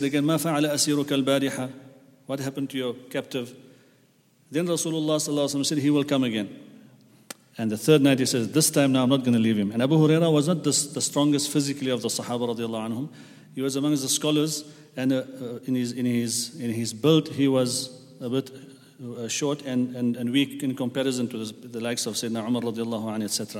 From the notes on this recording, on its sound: at the Houghton Masjid (West Street)